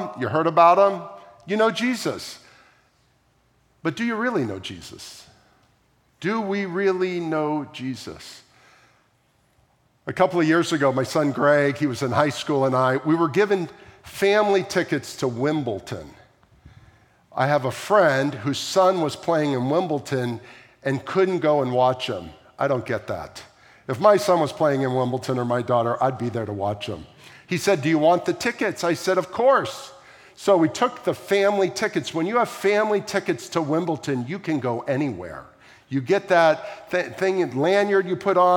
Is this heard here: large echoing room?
yes